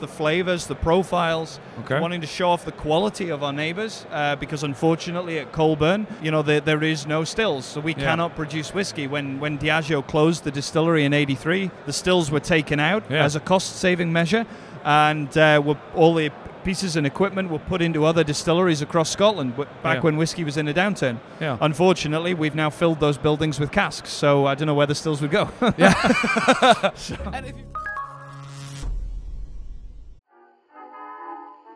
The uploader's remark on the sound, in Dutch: Opgenomen op WFNN 2022. Zitten we gezellig aan tafel.